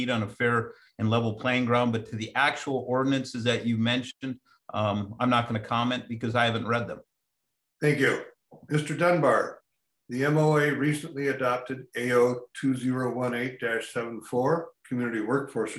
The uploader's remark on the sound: RECORDED: Tuesday, April 20, 2021 via video conference. In this episode of Addressing Alaskans we listen to a virtual forum where the two candidates share their views. This forum was presented by Anchorage Rotary. RECORDED: Tuesday, April 20, 2021 via video conference.